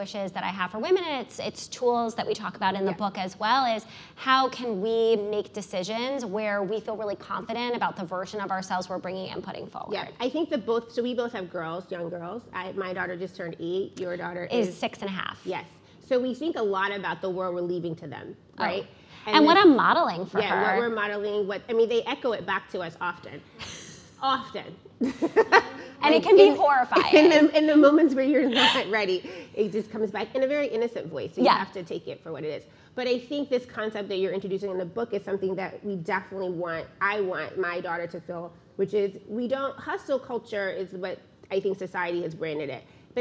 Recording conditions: live audience